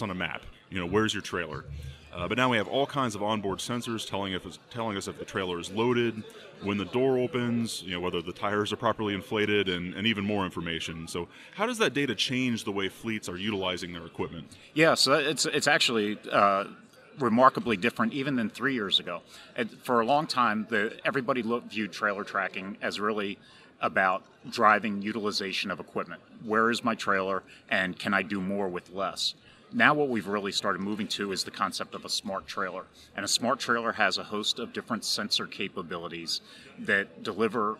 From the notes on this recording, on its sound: we head to American Trucking Association’s 2019 Management Conference & Exhibition